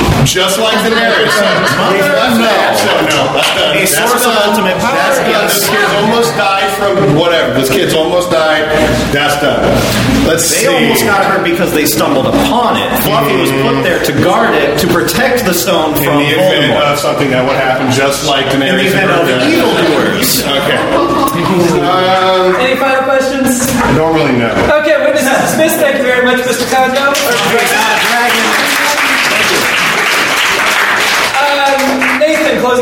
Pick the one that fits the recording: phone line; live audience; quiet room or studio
live audience